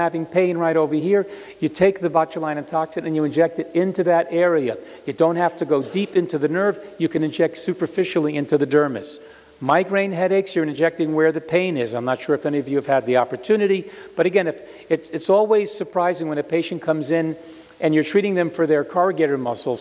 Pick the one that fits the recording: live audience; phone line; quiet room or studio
live audience